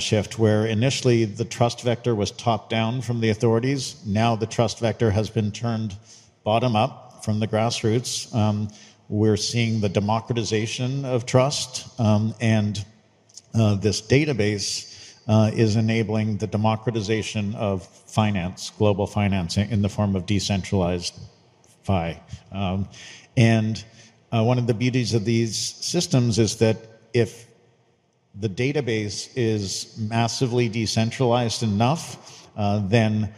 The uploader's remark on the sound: during a fireside chat at nft now and Mana Common’s The Gateway: A Web3 Metropolis